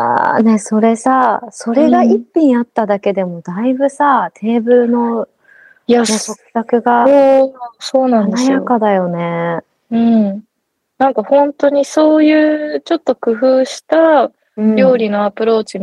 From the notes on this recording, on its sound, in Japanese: 今回は久々のリモート収録